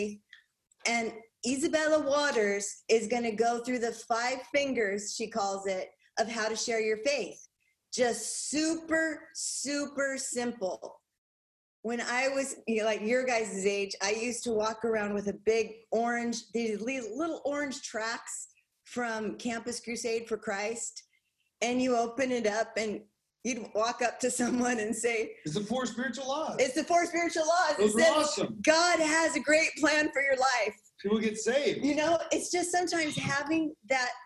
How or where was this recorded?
video call